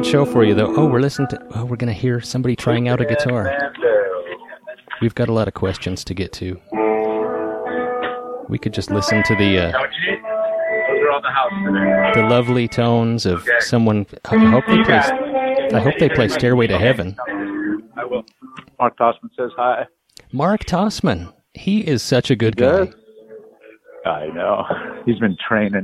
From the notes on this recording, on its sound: answers a few phone-in questions